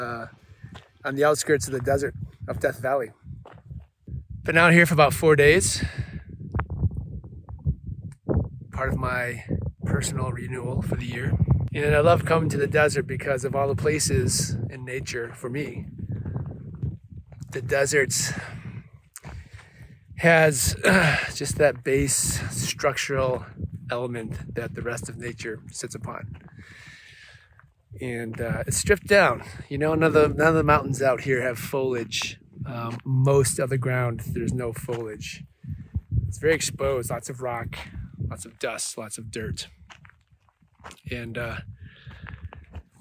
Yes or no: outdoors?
yes